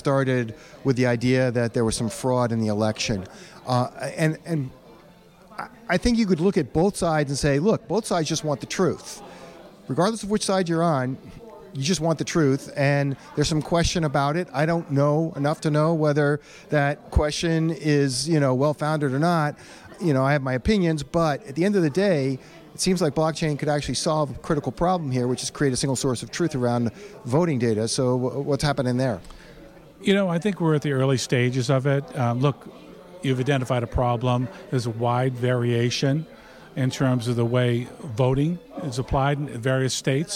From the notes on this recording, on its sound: The discussion takes place during a Boston Blockchain Association event at Suffolk University